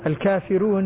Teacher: الكافرون فيها ترقيق الراء وليس فيها تقليل طبعا، لأن الكافرون لا تقلل وإنما ترقق الراء فقط.